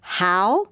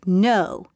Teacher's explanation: She pronounced winner David Bowie's name incorrectly, using the ow sound, as in the word how, rather than the O sound, as in the word no